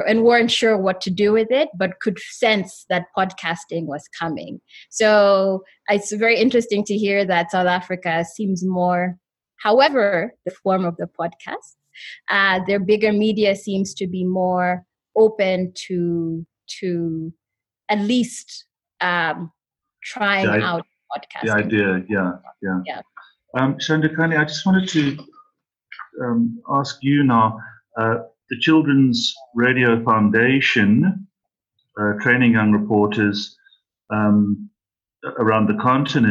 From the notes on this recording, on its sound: Africa Podfest virtual panel discussion. A virtual panel discussion arranged by Africa Podfest.